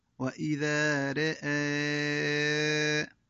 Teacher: يلاحظ أن فيه بدل بمقدار 4 حركات